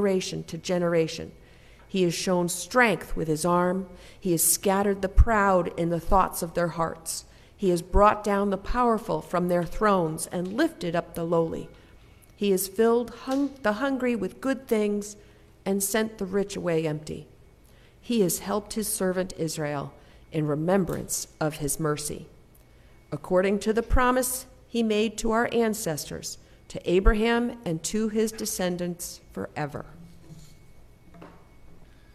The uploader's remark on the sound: Sermon recorded on the Third Sunday of Advent